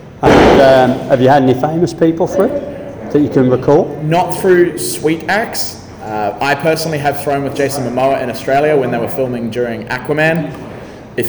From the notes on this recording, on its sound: Recorded before Auckland’s second lock down. We had a chat and did some axe throwing.